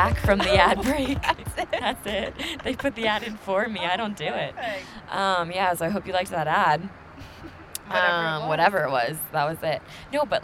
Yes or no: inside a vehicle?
yes